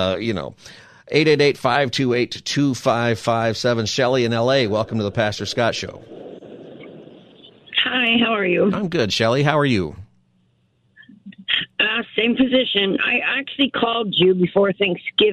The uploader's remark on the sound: holds Open Phone Friday